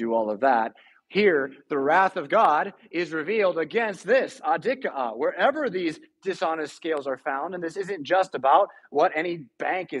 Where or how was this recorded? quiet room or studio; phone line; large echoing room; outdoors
large echoing room